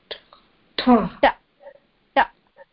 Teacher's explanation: ta is when your vocal cords are not vibrating.